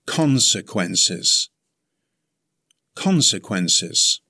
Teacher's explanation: It has four syllables. Stress the first syllable.